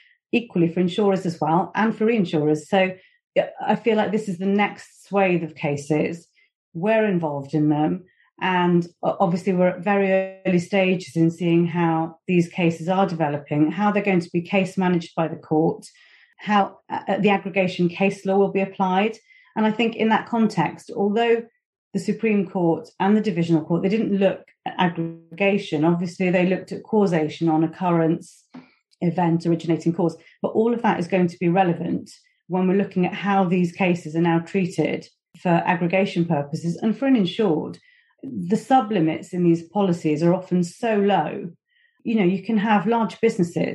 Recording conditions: video call